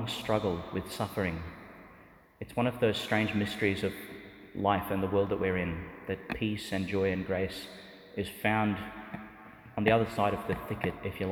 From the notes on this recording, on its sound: delivered in the Church of Saint Saviour Monastery, Jerusalem, Israel.